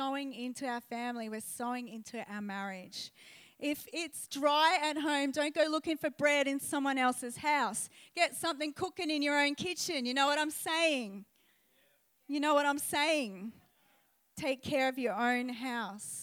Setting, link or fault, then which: setting, live audience